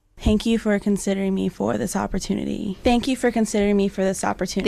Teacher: Eine Stimme, die am Ende eines Satzes plötzlich absagt, knarrt, fast so, als würde die Sprecherin mit letzter Kraft noch ein paar Silben herauspressen. · Term: Knarrstimme